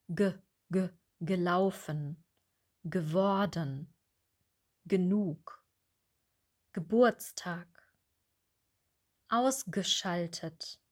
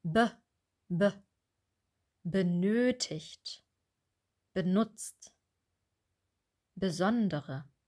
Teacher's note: in den Vorsilben G und B brauchen wir immer den Schwa-Laut. Wir sagen nicht B oder G.